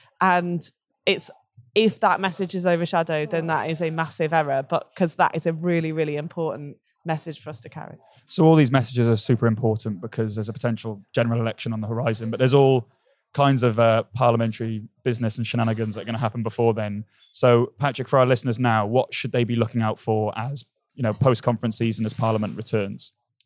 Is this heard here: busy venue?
yes